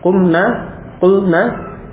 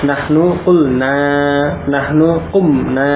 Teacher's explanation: Nah, ini sebagai tambahan, bedakan ya, untuk yang nun jamak mu'anaf itu pendek, kumna, kulna. Adapun untuk nahnu, nun beserta alif, jadi dibaca panjang. · Shown in: second take